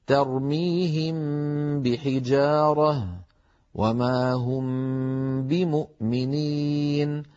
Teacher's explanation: تخفى الميم الساكنة بغنة إذا أتى بعدها حرف واحد وهو الباء، نحو ترميهم بحجارة وما هم بمؤمنين. إذن نطبق الشفتين على ميم ونباعدهما عن باء · Term: الإخفاء